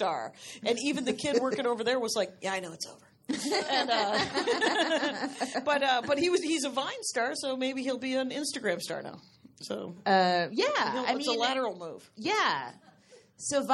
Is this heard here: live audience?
yes